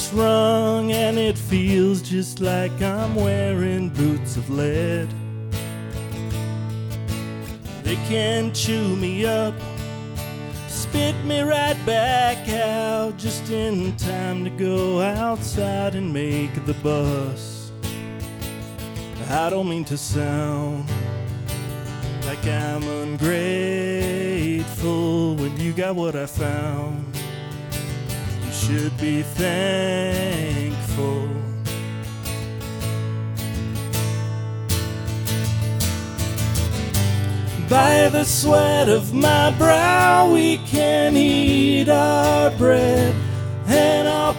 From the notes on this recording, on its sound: If you listen closely, you can often hear myself chuckling over the witty versus. Recorded LIVE at The Monarch during Ogden's First Friday Art Stroll.